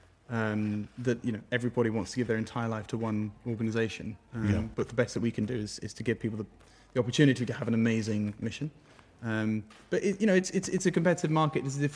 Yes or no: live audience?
yes